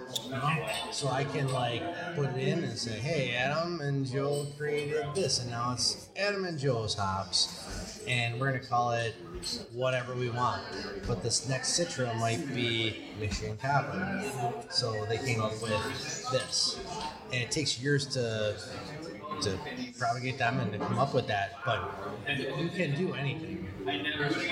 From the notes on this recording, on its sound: We head out to West Shore Brewing